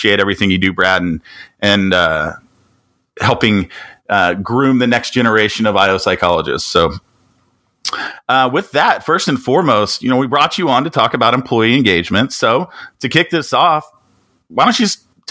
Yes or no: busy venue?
no